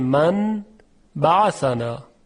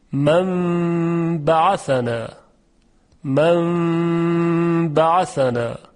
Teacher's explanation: نون ساکن قبل از حرف ب تبدیل میشه به میم · Term: قلب به میم